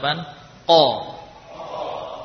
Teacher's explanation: Ya, qa juga punya sifat isti'la.